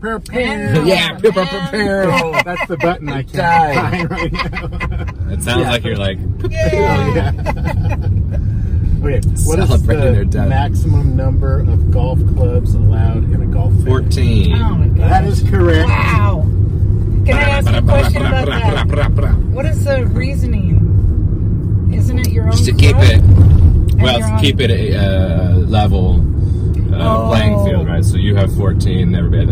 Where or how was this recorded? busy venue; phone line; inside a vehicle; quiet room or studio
inside a vehicle